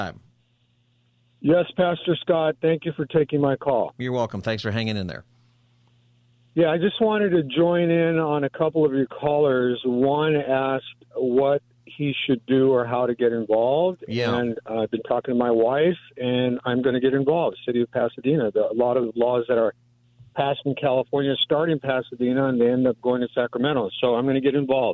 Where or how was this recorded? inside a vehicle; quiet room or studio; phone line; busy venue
phone line